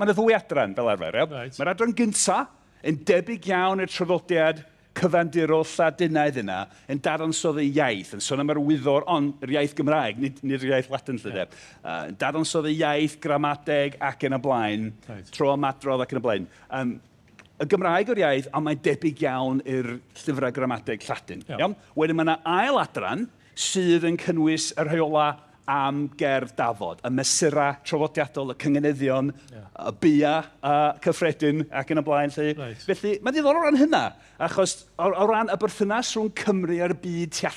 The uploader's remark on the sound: Here’s a special live episode recorded in the Literature tent of the Llŷn and Eifionydd National Eisteddfod, and what better subject to discuss on the Maes in Boduan.